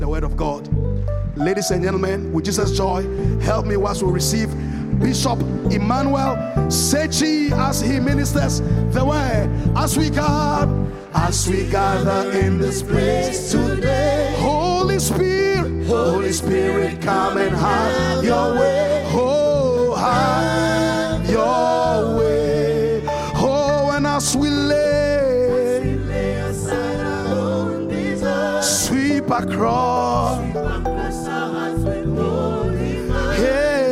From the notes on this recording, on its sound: Preached at the Qodesh